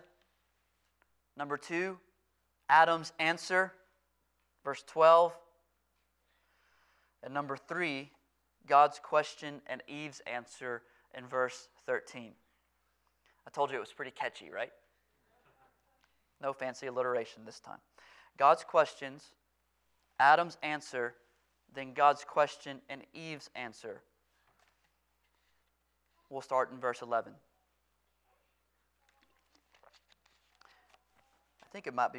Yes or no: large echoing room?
yes